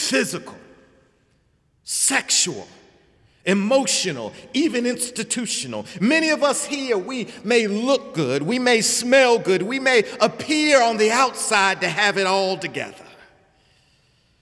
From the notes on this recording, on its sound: Sunday sermon April 15, 2018 in the Memorial Church of Harvard University